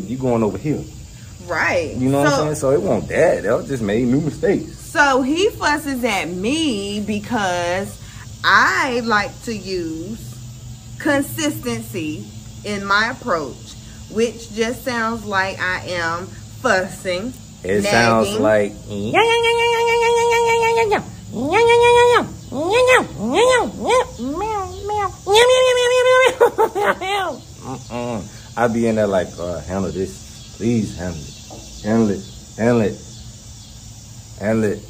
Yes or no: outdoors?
yes